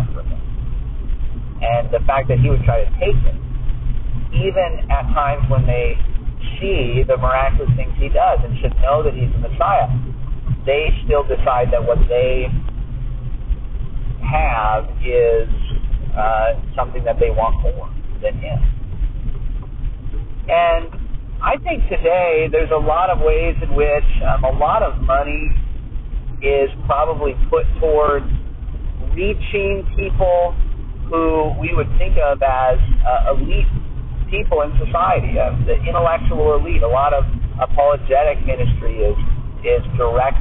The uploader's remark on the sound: Another bad recording, but I couldn't just delete it.